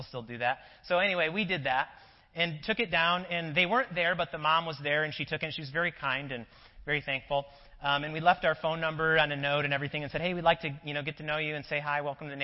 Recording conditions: large echoing room